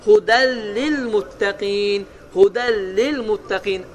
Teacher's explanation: özündən əvvəl gələn ən, in, un və ya sukunlu nunun n səsi ən olacaq ə, in olacaq i, un olacaq u · Term: idğam bilə gunnə